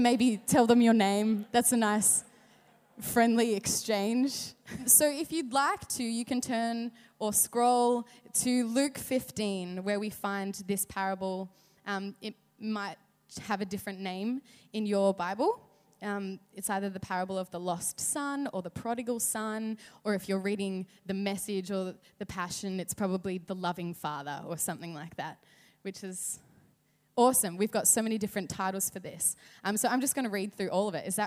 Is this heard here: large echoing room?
yes